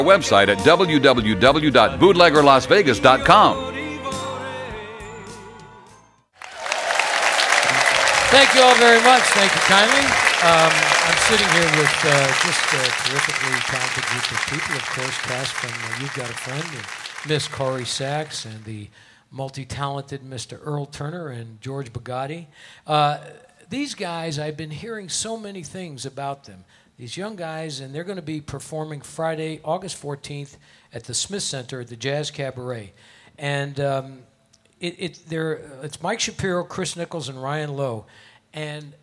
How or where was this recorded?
live audience